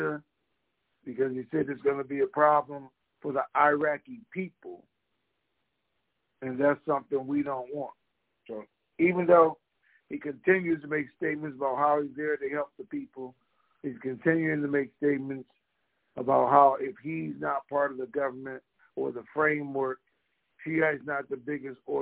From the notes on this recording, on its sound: TNTSuperfantastic Conference Call